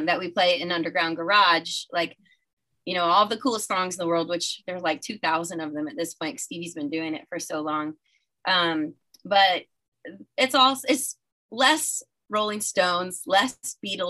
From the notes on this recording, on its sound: Via Zoom. Via Zoom.